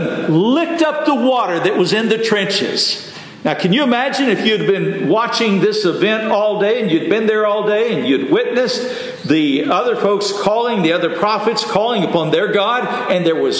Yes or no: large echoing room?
yes